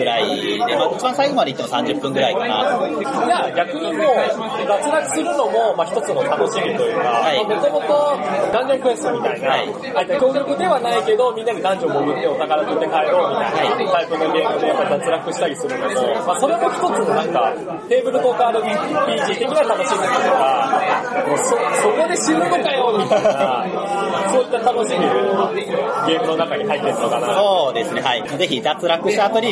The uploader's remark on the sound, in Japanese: 音量注意！ 環境音が大きいのでご注意ください。今回収録を行ったのは、イエローサブマリン秋葉原RPGショップで開催された『ゲムマ2015秋新作事前体験会』！前回にも増して周囲の音が大きく、お聞き苦しい部分もあるかとは思いますが、重ねてご容赦ください。